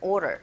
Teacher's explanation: In order, 하지만 order, order, 드 사운드 거의 안 들리죠. 모음과 모음 사이에 껴있는 RD 사운드 자체도 R소리에 가깝게 들리게 됩니다.